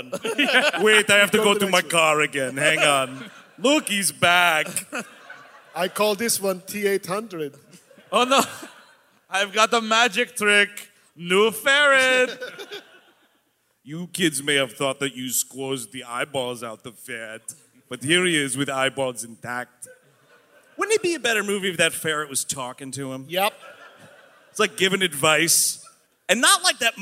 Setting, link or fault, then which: setting, live audience